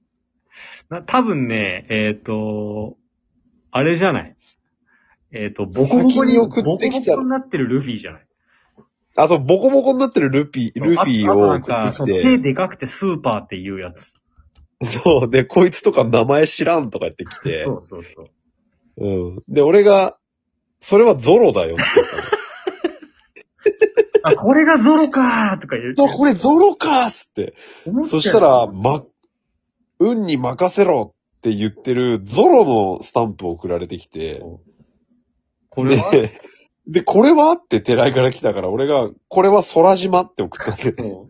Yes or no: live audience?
no